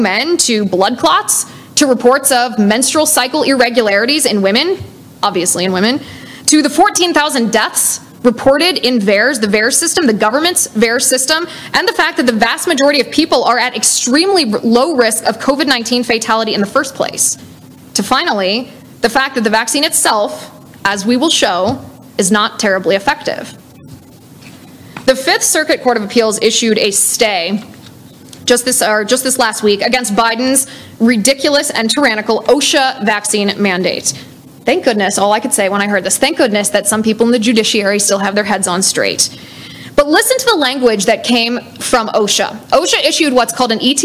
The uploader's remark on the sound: LIVE at Rocky Mountain College